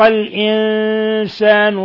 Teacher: الإنسان نون ساكنة جاء بعدها السين إخفاء حقيقي